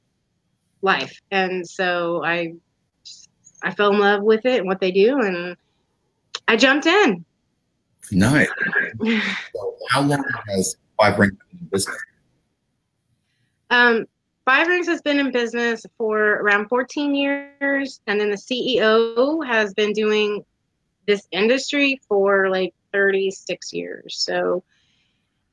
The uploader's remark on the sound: The audio may be a little choppy.